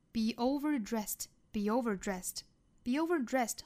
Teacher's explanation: be 和 over 连读加耶